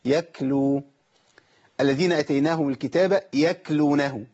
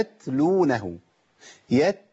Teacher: ان انا بهمس في مخرج الكاف · Shown in: first take